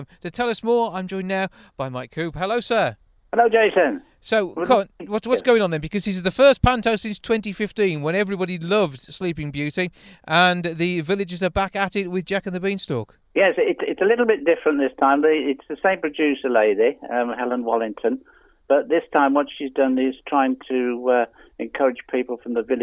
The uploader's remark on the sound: Recorded at Molineux. Joining us on the phone from the US.